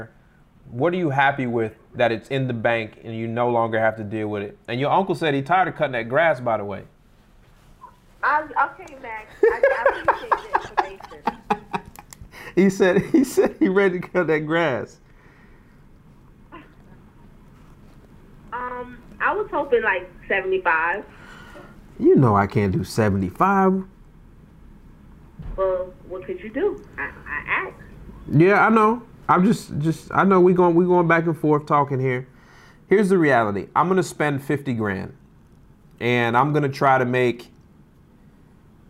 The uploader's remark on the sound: This is three separate phone calls with the same seller